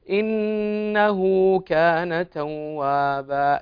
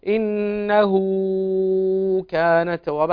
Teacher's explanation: إنه كان توابا مد صلة بمقدار حركتين لا تتجاوز · Shown in: first take